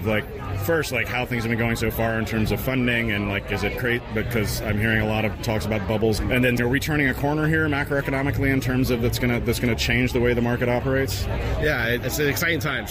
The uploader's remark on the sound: Hits the RISE tech conference in Hong Kong and hears pitches on vegan cryptocurrency, fog computing and big data for shrimp farmers.